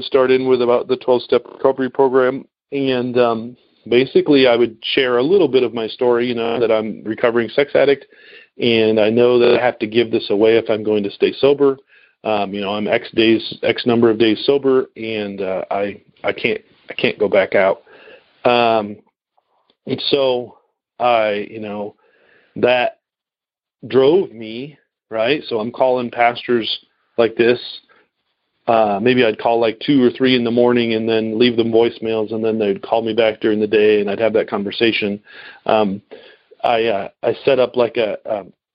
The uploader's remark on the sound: Noon Phone Speaker Meeting